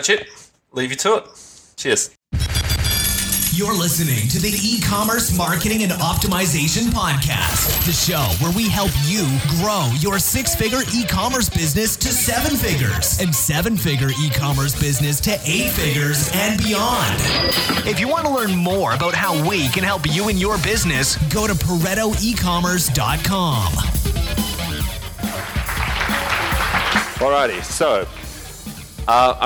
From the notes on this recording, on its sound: The guys at the summit recorded full audio and video of all presentations. The guys at the summit recorded full audio and video of all presentations so I figured this would make a great podcast episode.